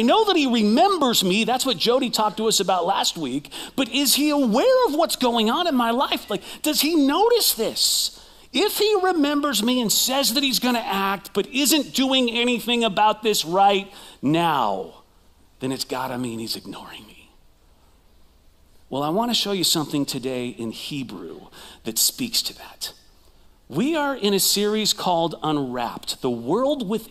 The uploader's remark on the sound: Recorded live at CrossWinds Church